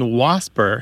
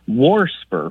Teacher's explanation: I hear that extra R get added occasionally · Shown in: second take · Term: R insertion